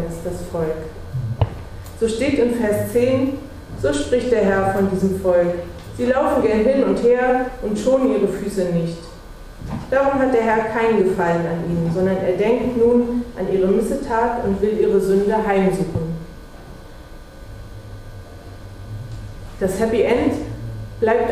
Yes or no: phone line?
no